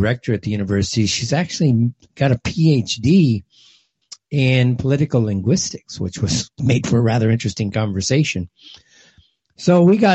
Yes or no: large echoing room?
no